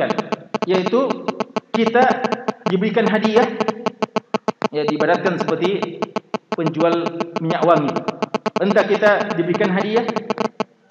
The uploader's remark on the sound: Ceramah tabligh akbar. LIVE at Masjid Nurul Ihsan Manisa Baranti.